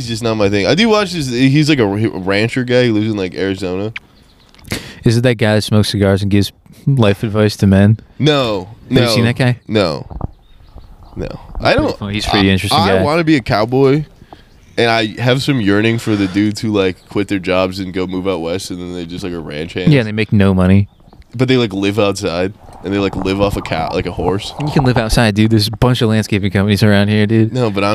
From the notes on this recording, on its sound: Another outside pod with a lot of nonsense silly talk.